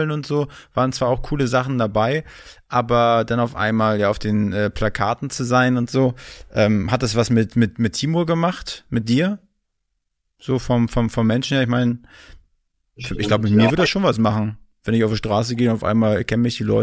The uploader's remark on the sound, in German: Via Zoom gesprochen.